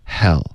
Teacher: Hell 的这个 H 的音不要用中式的 H 的这个音 OK 的这个音就太重了，英文的 H 只是一个叹气的声音 Hell 轻轻的对、不震动声带的没有摩擦音